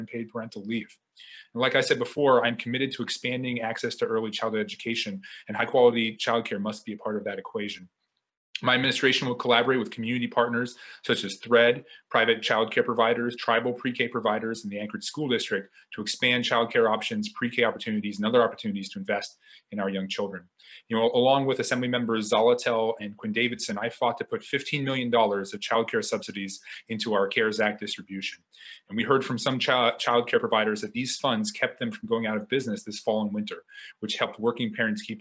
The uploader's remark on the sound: Hear Anchorage mayoral candidates discuss youth issues in this virtual forum. Via video conference.